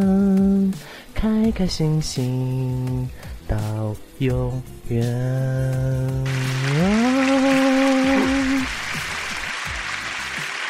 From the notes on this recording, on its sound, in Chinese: 活动录音剪辑搞笑版。